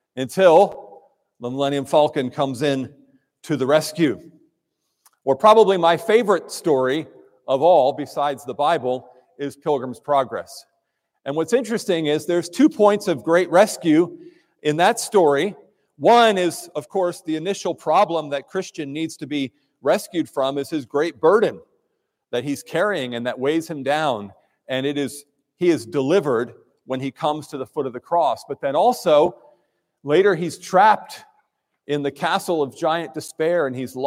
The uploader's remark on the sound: preached at Trinity Presbyterian Church in Crofton, MD.